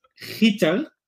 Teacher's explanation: a word with a hard G and a rolling R